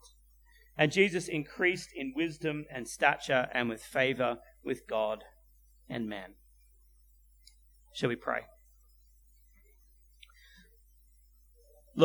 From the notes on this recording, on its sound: at Clarence Valley Community Church, South Grafton